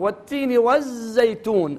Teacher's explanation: الزمن يطول بطول رخاوة الحرف، والتين والزيتون شوية تطول الزاي